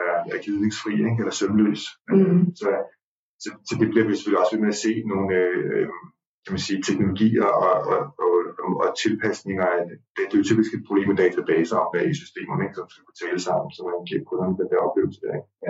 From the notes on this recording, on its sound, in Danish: Psst, der har været en lille drillenisse på spil, som har skruet på knapperne. Det betyder, at lyden er lidt mere sprød, end vi egentlig gerne ville have den.